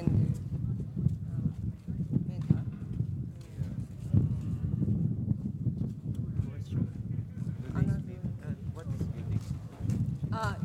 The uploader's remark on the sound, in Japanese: 横浜市中区にある日本三大ドヤ街と言われる。寿町に行きました。風の音やわたしの英語力のなさなどで聞き苦しいところもあるかと思いますが。